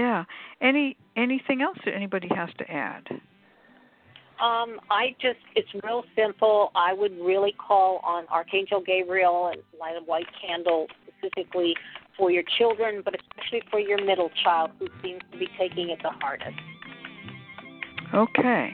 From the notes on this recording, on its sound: The Lucky Mojo Hoodoo Rootwork Hour is a real, live call-in show where the general public gets a chance to ask about actual problems with love, career, and spiritual protection. We begin this show with a Discussion Panel.